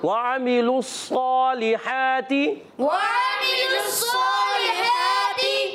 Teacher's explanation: واو کی ادائیگی ہونٹوں کی گلائی سے عین حلق سے حلق کے درمیان والے حصے سے ادا ہوتا ہے. وعملوا الصالحات، لام کو صاد سے ملائیں گے.